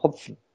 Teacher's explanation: Da hat man einen plosiven mit dem P, der mit dem F vermischt wird. · Term: Mischformen